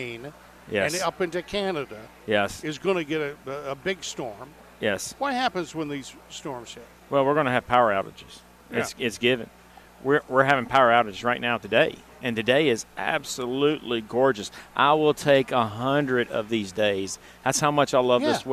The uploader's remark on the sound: Live from the "Southern Ideal Home Show"